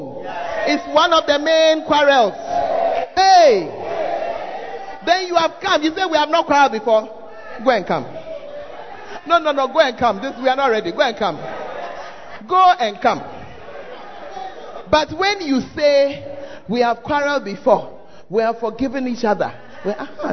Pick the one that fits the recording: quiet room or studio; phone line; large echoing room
large echoing room